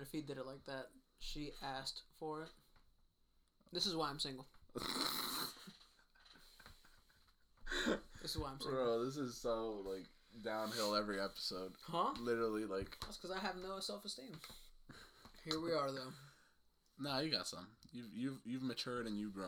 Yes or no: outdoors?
no